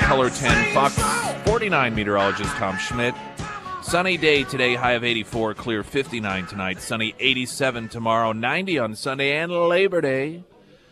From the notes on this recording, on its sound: live at Scramblers Diner